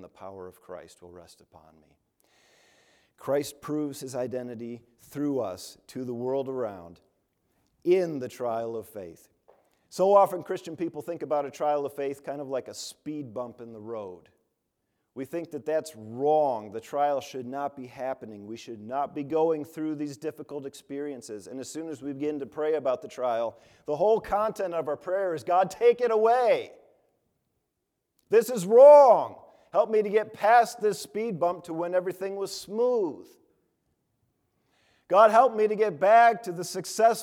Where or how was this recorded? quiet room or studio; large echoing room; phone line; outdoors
large echoing room